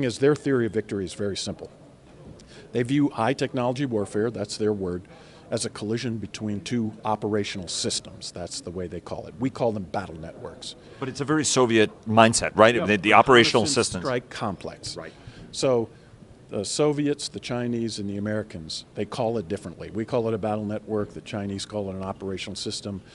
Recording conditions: busy venue